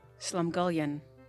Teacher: the emphasis is on the first, the slum